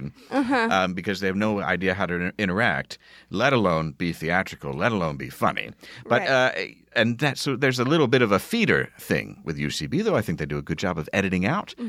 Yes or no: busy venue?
no